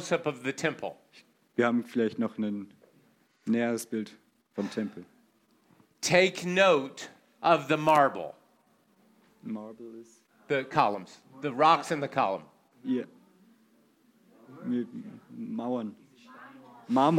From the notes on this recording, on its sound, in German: in der Gemeinde Kaleo Schopfheim aufgenommen